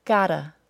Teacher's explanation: the double T is said as a D sound